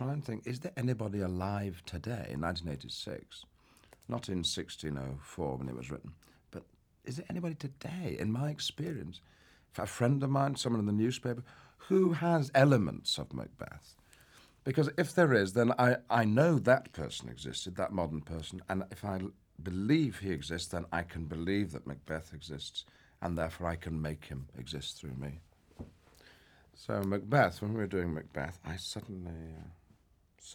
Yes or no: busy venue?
no